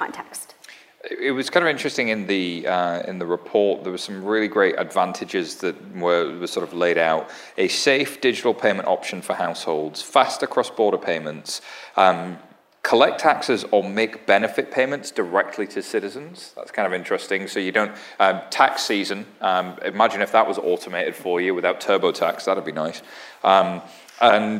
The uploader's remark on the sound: Live onstage panel as part of Empire Startups New York FinTech Week! Originally recorded for Fintech Insider podcast.